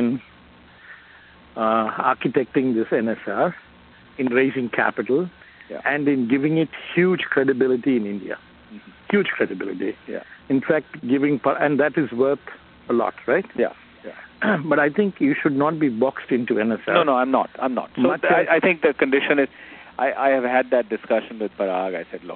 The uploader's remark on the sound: a recording of the audio of this phone call